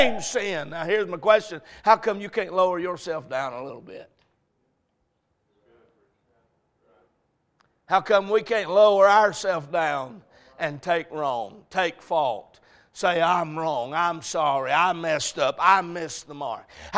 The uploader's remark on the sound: A message preached at Crossroads Baptist Church